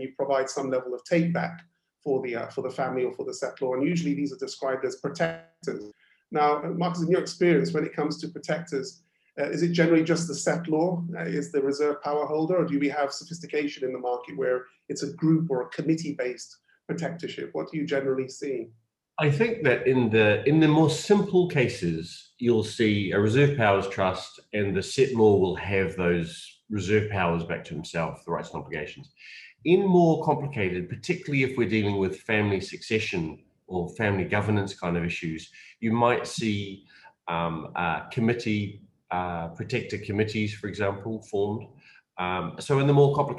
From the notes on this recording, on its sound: Webinar audio recording dated 8 Dec 2020.